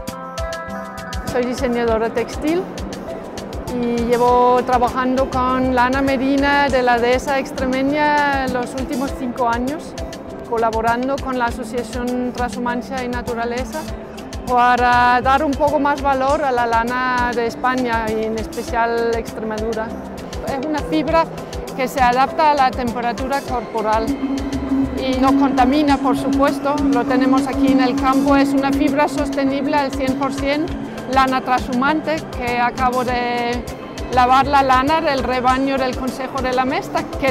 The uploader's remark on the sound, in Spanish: Breve documental grabado en la Fiesta de la Trashumancia 2019, Madrid.